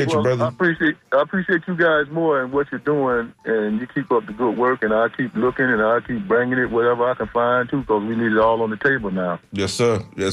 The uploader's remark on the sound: unique magazine format call-in show